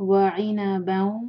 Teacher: تنوین کے بعد دیکھیے واو ہے یرملون میں سے واو ہے تو ادغام ہے یہاں پر غنہ کے ساتھ